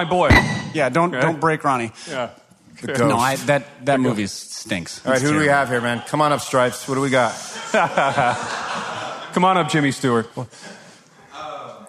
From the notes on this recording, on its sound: It is the third of three episodes from Live in Louisville where they gathered with 80 of their closest friends for sheet cake, coffee, and decadence.